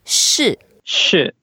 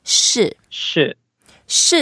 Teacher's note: 市 is the fourth tone, so we go down.